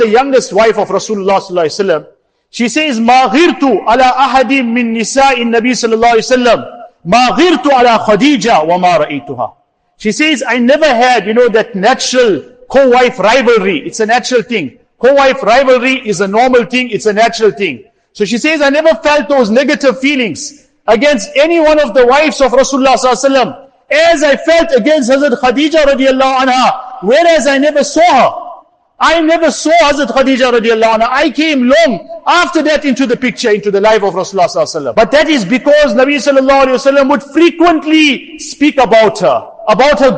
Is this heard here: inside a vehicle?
no